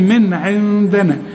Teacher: من حروف الإظهار، ما تغنش هنا بقى، قول لي من عندنا، النون التانية هي اللي هتغن لأن بعدها الدال، والدال من حروف الإخفاء